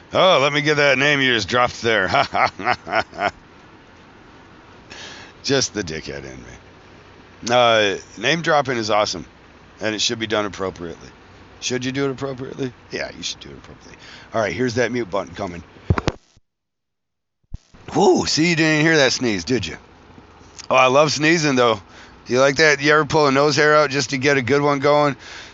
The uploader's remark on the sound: traveling home from Philadelphia Tattoo Festival